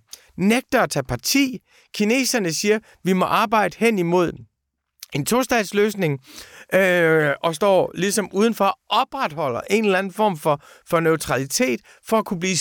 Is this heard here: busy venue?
no